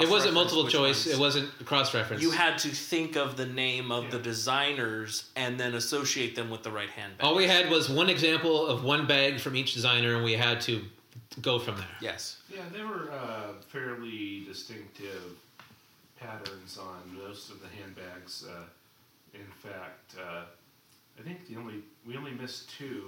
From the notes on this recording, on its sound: dealing with technical hurdles using our new recording equipment